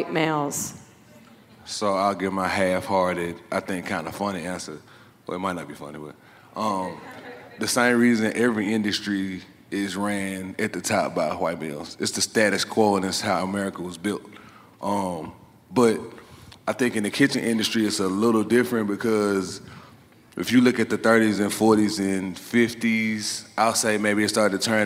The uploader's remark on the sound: LIVE from the Carolina Meat Conference. The Carolina Meat Conference hosted by NC Choices in Charlotte, North Carolina.